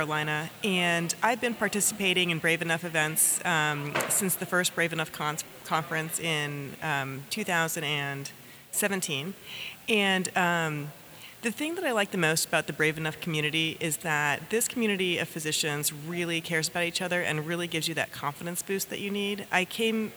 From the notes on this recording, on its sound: During the Conference he set up his microphone and interviewed several of the women who attended.